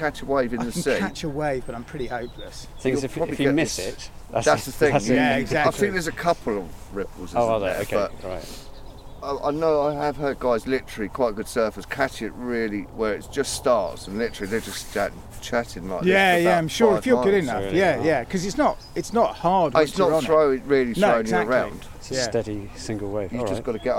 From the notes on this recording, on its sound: Encountering the surging Severn Bore on an atmospheric walk beside Britain's longest river.